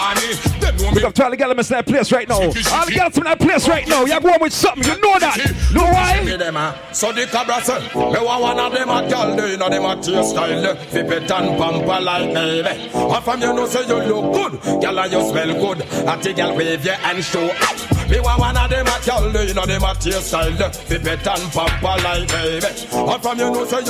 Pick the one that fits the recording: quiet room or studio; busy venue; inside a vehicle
busy venue